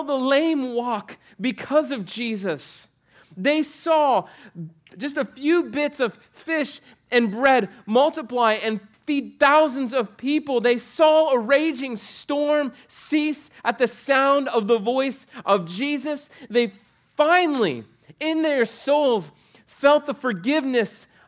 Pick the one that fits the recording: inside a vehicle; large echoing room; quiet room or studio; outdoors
large echoing room